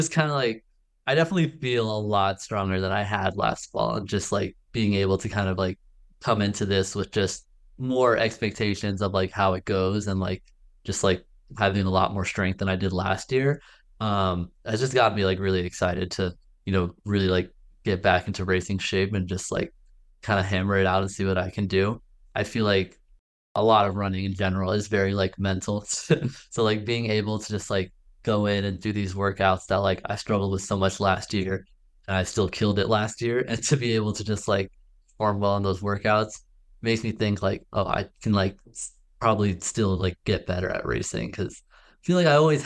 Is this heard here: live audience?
no